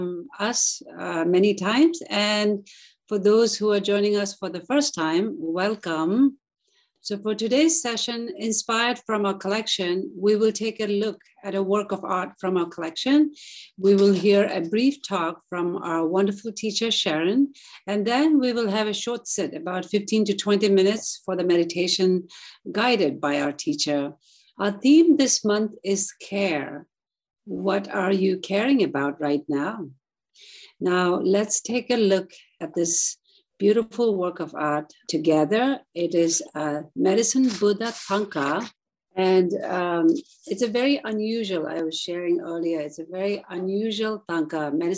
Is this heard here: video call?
yes